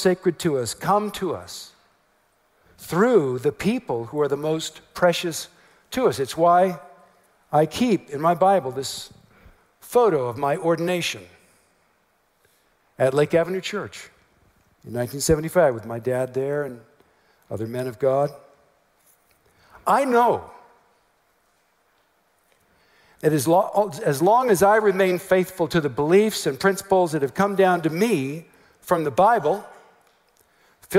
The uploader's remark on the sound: message at TGC's 2018 West Coast Regional Conference